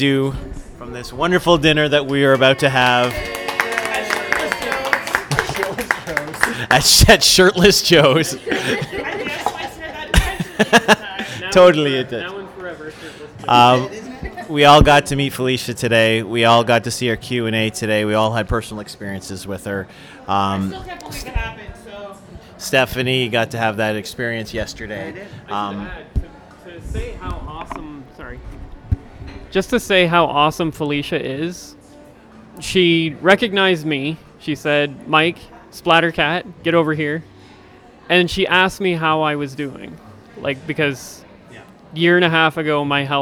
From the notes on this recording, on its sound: Fan Expo 2017. On this special episode I brought a mic to dinner.